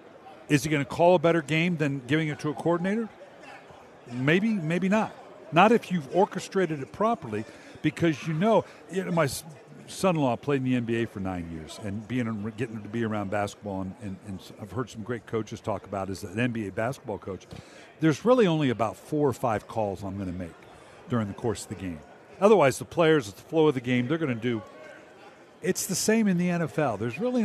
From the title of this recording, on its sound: live from Super Bowl Radio Row